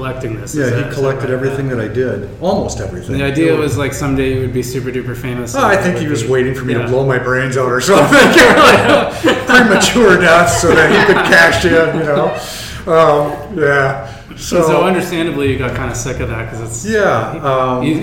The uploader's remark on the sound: Live at Daly's